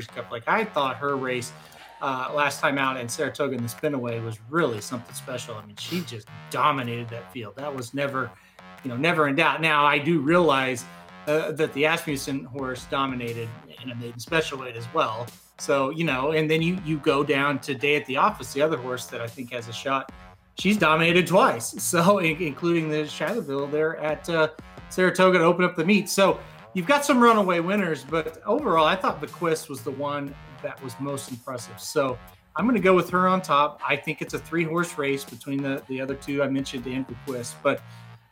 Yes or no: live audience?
no